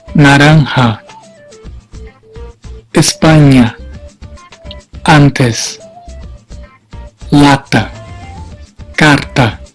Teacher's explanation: El sonido es siempre abierto, incluso entre consonantes nasales.